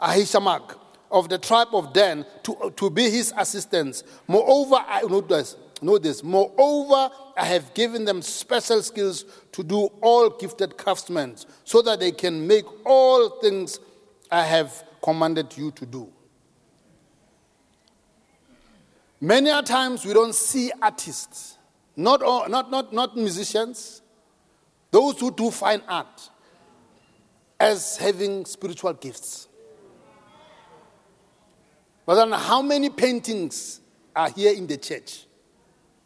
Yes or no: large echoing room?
yes